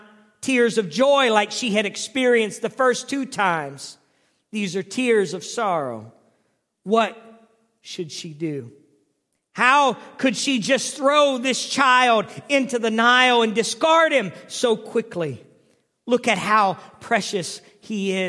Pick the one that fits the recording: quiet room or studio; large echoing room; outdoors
large echoing room